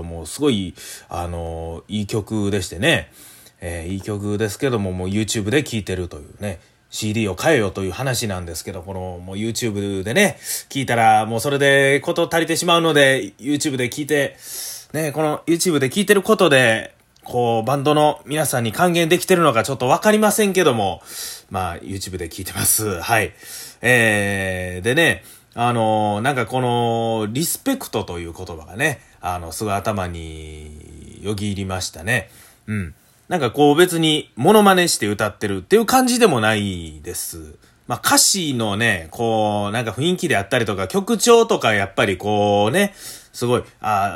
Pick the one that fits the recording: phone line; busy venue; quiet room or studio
quiet room or studio